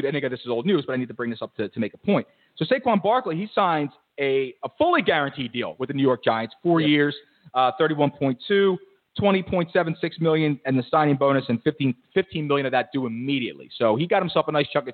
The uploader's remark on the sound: fans checking in over the phone as well